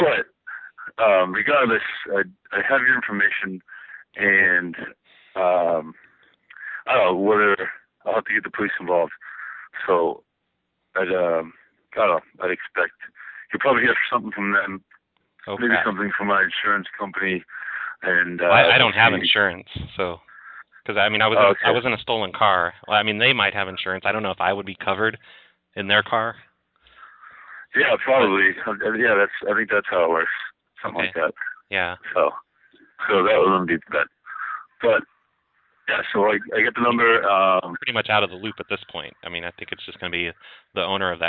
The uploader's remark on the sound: Prank Phone Calls